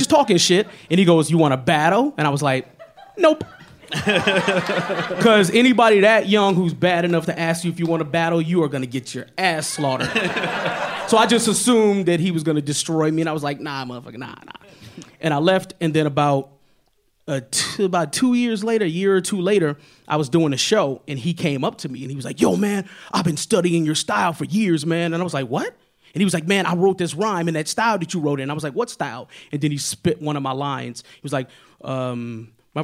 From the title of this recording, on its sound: Secret Skin Live, Part Two